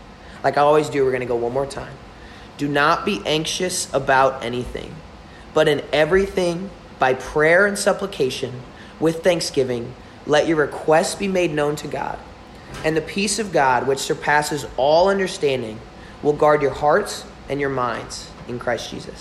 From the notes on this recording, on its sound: Delivered at Old Drum Coffeehouse on 1/27/21